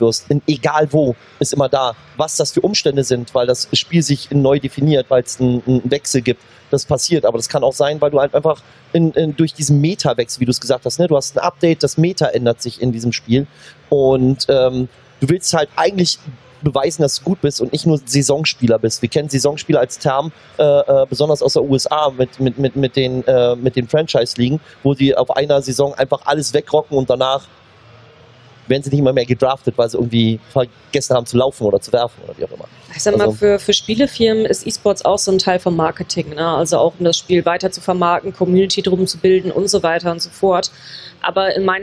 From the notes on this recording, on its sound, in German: Das haben wir für euch live auf der CAGGTUS in Leipzig besprochen, einer der größten LAN-Partys Deutschlands.